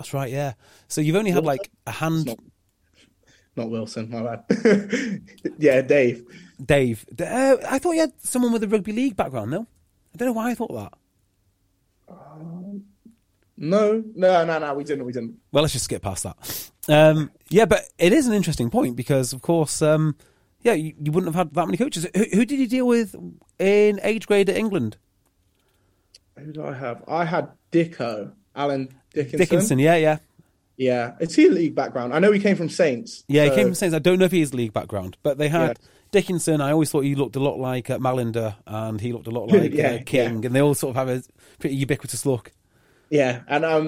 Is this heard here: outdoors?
no